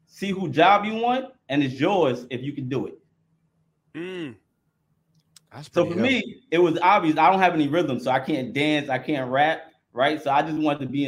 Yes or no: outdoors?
no